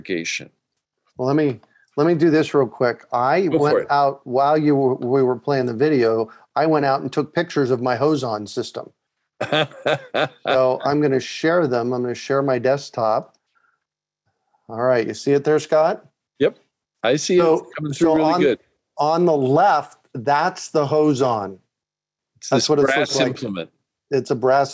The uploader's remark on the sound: A relaxed conversation in a Zoom room. They answer questions from the live listening audience.